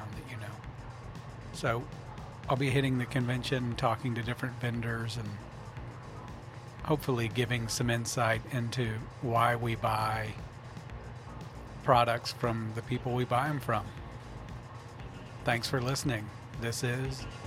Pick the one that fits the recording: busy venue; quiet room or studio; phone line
busy venue